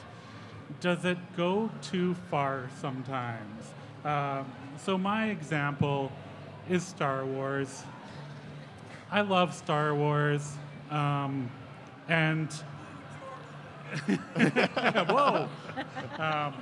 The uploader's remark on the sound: Live at Fan Expo. In this live episode at the Vancouver Fan Expo.